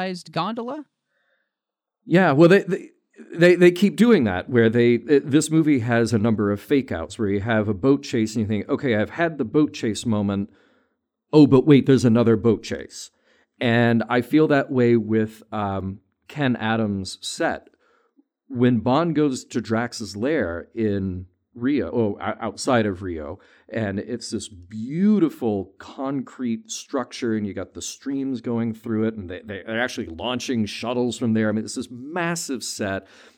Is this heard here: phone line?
no